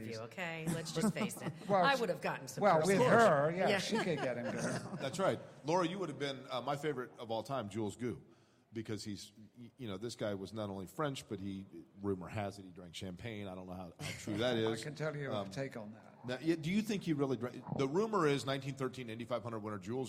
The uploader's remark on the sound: live from the Firestone Garage at IMS